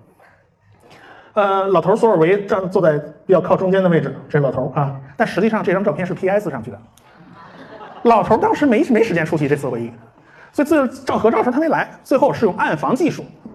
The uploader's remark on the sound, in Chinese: 重庆精典书店讲座实况录音。我把这次讲座是实况的音频先放上来，时间很长。因为是现场即兴发挥，比不得平时的录音节目，我还做不到出口成章没有废话。